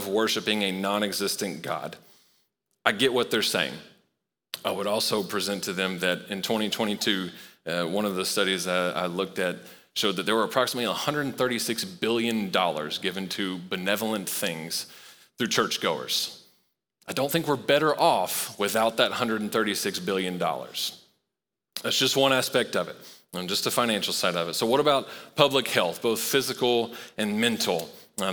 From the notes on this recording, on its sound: Recorded live at Long Hollow Church on October 24, 2023.